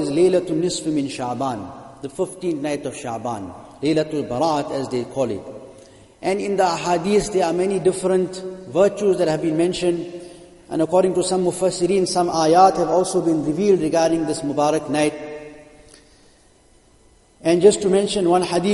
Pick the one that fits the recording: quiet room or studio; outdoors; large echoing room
large echoing room